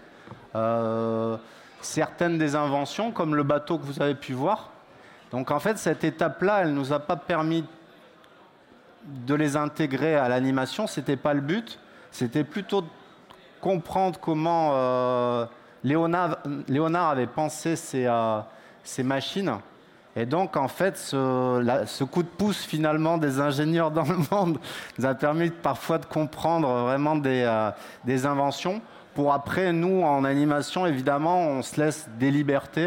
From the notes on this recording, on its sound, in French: Questions et réponses avec le public. Salon des Technologies de l’Image et du Son.